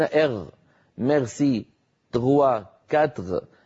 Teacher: اعتادوا أن يجعلوا الحرف الار اللي هو الراء يعني ار يجعلونه غينا · Term: قلب الراء غينا